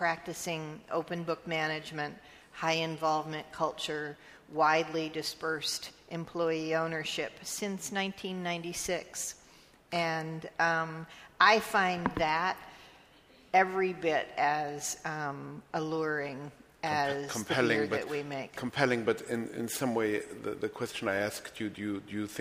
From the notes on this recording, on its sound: This week on The New York Public Library podcast, LIVE from the NYPL.